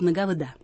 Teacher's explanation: А вот на севере или на Урале или в Сибири скажут «нога вода», там, где «о» безударное, стоящее перед ударением.